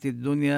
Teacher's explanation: الدنيا هنا أدغمت اللام بالدال